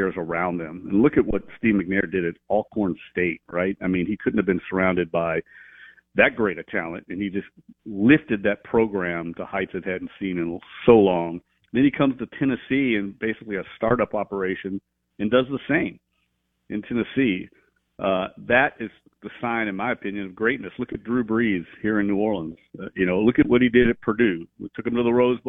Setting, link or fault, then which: link, phone line